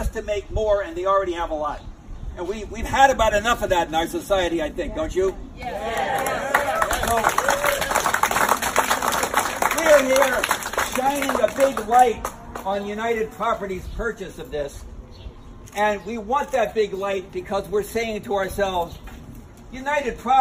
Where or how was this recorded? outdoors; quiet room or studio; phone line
outdoors